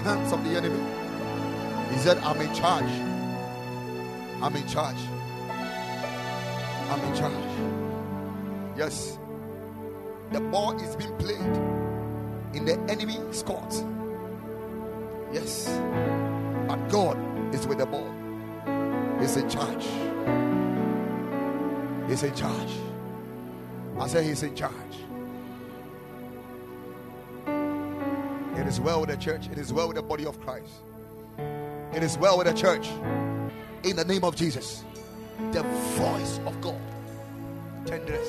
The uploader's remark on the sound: Preached at the Ekklesia Chapel